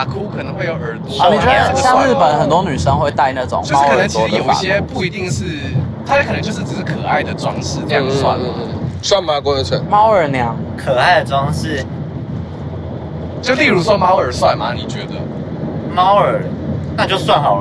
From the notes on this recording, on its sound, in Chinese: 前往森林音樂祭的保母車上。車速過快，瘋狂消音嗶嗶嗶！！本集於保母車上錄製，底噪較大敬請見諒。